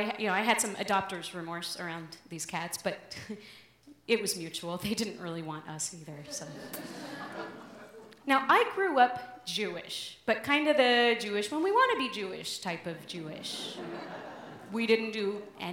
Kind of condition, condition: setting, live audience